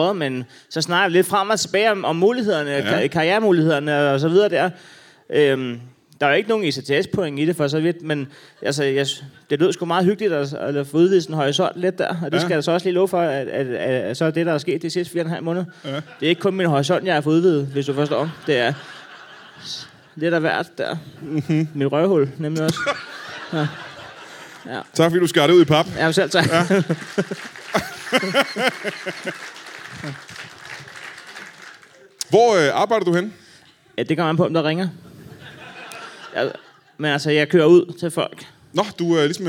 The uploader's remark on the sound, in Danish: LIVE fra Herning